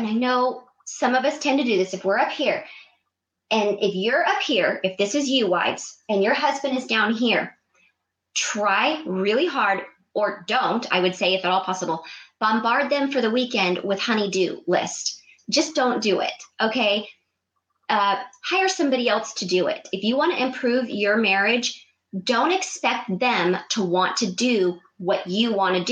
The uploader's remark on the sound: This episode is the live Blab feed from my live Blab broadcast.